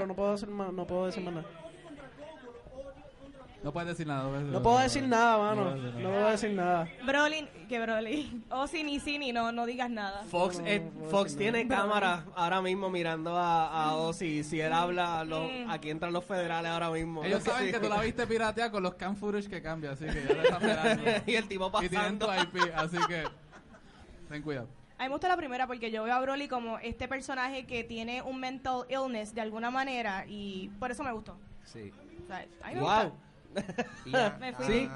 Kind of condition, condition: setting, live audience